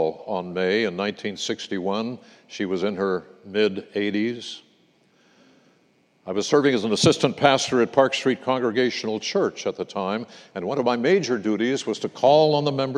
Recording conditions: large echoing room